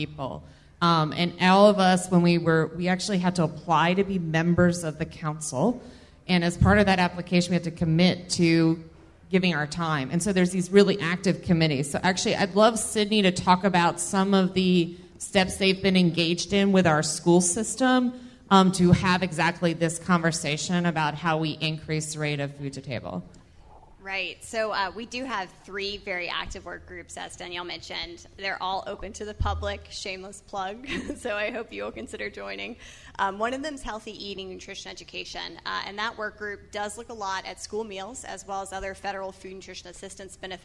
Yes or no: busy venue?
yes